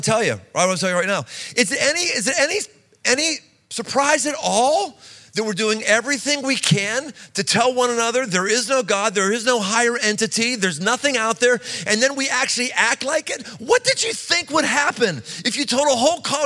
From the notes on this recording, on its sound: Live in Cincinnati. Live talk, recorded before a group of 18-24 year olds in Cincinnati.